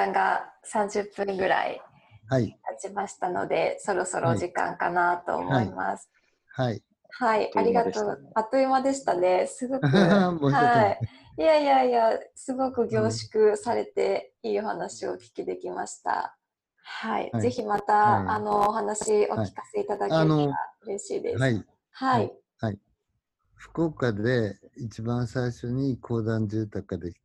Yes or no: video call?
yes